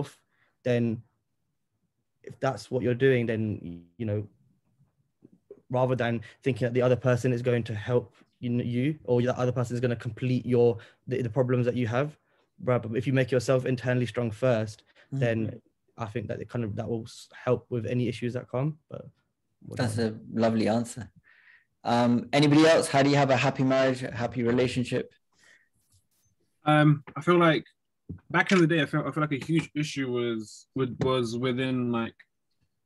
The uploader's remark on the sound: a recording from a zoom call with Westminster University UK Sikh Society